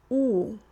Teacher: So the tongue, when I say an American English ooh, is in its a regular sort of position, ooh, but if I want to sound Russian, I need to draw my tongue back in my mouth. So from ooh to ooh, that already improves it.